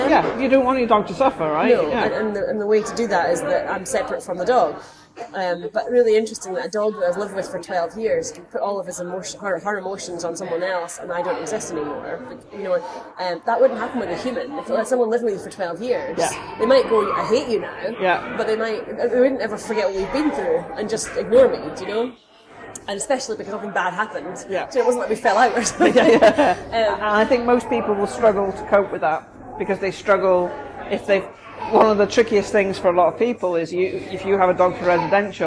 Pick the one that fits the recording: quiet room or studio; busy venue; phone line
busy venue